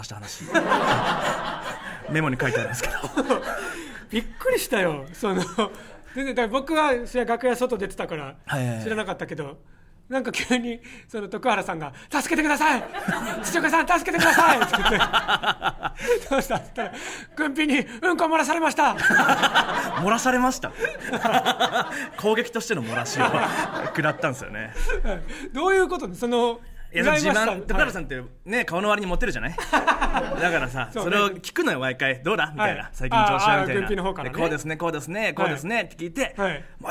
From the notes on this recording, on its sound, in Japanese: 初回は公開収録でお届け！